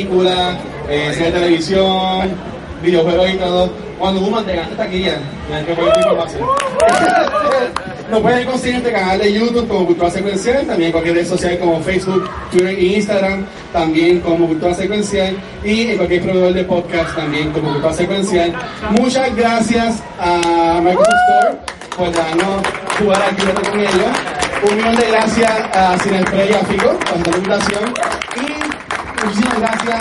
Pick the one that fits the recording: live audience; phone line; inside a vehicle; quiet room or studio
live audience